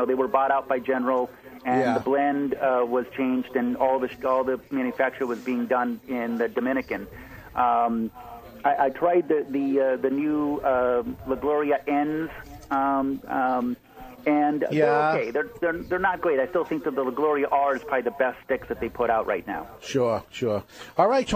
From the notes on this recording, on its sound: call in to join the big celebration